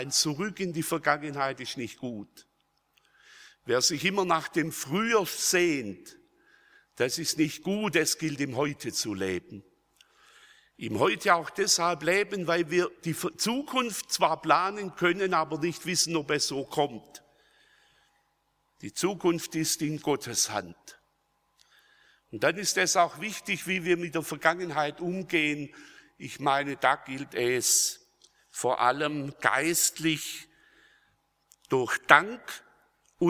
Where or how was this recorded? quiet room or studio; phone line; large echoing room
large echoing room